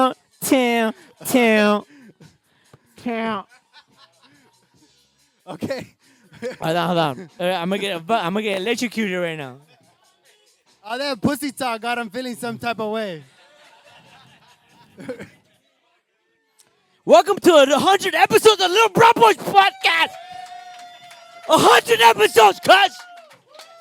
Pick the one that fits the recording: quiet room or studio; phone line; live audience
live audience